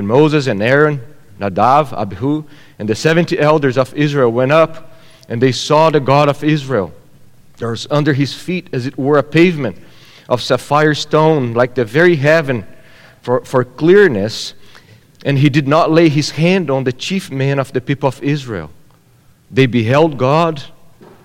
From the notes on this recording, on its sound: at Gracious Cross Reformed Church Salem on Sunday, February 6th, 2022